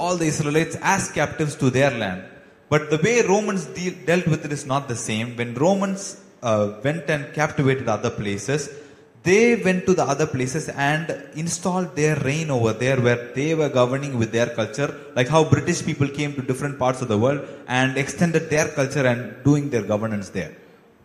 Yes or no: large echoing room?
yes